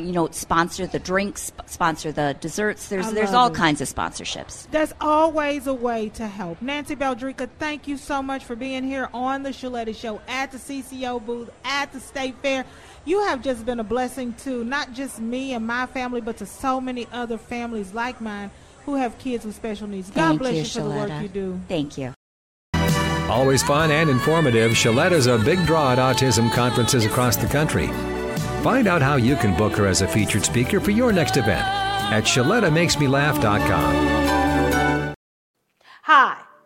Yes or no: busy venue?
yes